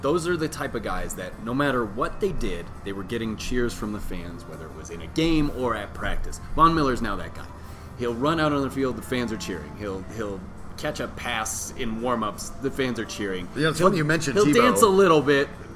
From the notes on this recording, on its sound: Recorded live at FanDraught in Parker, Colorado.